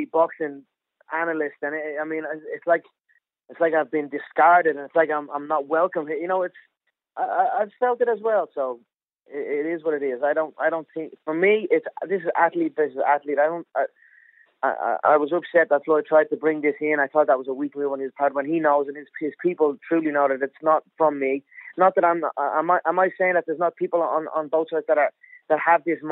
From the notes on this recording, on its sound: on a conference call